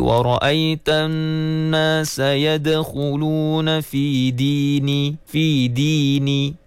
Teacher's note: Masih lagi tak konsisten dalam penyebutan huruf dal di hujung lidah dan langit-langit atas